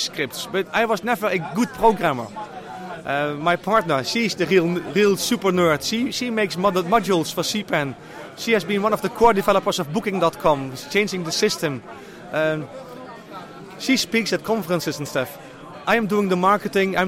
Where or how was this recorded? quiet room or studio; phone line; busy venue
busy venue